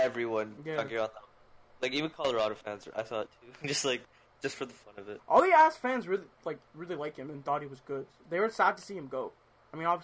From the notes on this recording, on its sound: We also apologize for any audio issues that occurred during recording